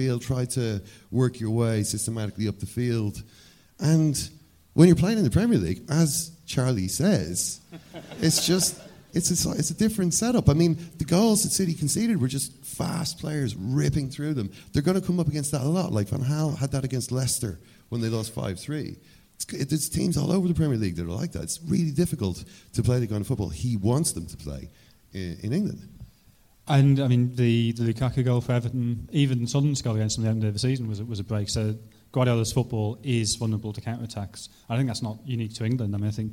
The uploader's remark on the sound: LIVE at Liberty Hall Theatre. At the Liberty Hall Theatre in Dublin.